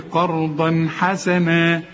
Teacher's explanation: إذا لقيت تنوين زي ده قرضا وبعده ح، ما تغنش، قل لي قرضا حسنا. الحاء دي من حروف الأظهار، ما تغنش